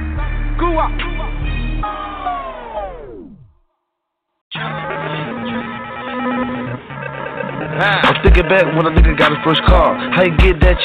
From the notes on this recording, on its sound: We have invited various people to call.